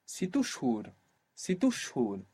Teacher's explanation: If I say it even more fluently, I might say situ shuhur, situ shuhur. So we end up stressing the helping vowel, the helping u, and that means that the u of shuhur gets lost. Situ shuhur.